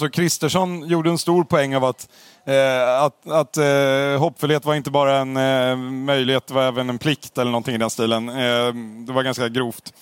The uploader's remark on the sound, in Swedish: live från Almedalsveckan i Visby